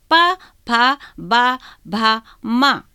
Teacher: उसके बाद लास्ट में नाभि से जो यात्रा शुरू की थी वो होठों तक आ गई, तो पा, जब तक आप ये होठ नहीं मिलाएंगे पा वर्ग को नहीं बोल सकते